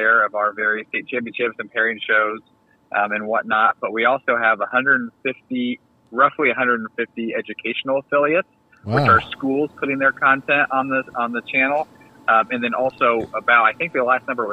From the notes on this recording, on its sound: called into the garage